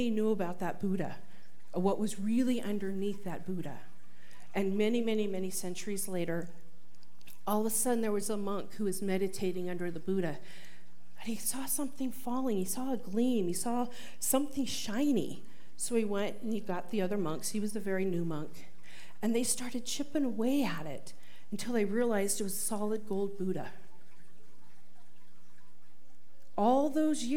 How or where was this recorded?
live audience